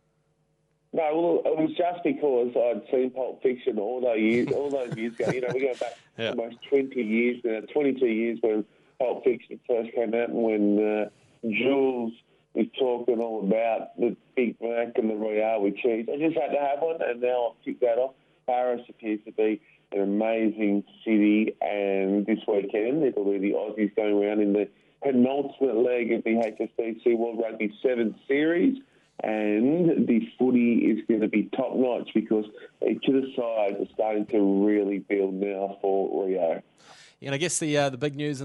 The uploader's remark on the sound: dials in from Paris